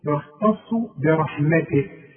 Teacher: التاء مرققة جدا، الخاء مفخمة، الصاد مفخمة، التاء دي غلبانة جدا في النص، يختص برحمته.